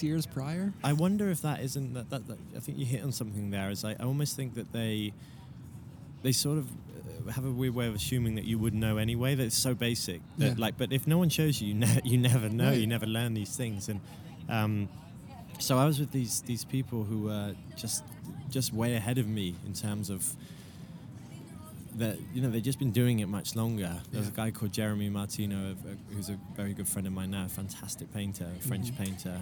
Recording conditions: outdoors